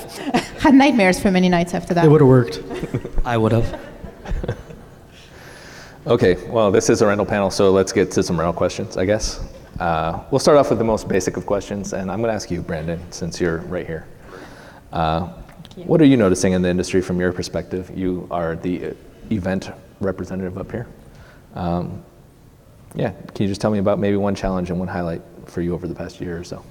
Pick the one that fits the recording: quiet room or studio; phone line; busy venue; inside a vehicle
busy venue